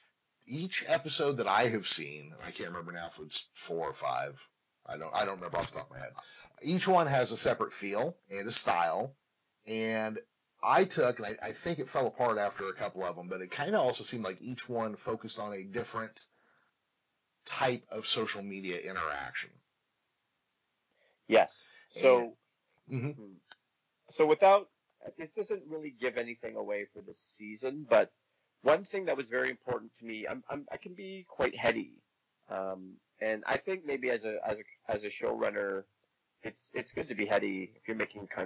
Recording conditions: poor sound quality